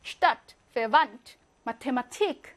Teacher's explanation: 테하는요, 영어처럼 뜨, 번데기 없어요. 그냥 트입니다. 슈타트, 페반트, 마테마틱 이렇게 발음합니다.